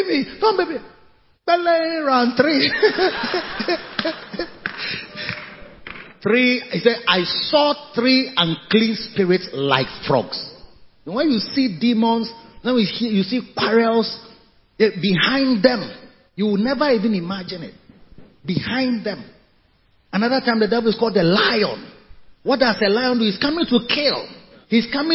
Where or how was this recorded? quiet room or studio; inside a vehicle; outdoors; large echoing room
large echoing room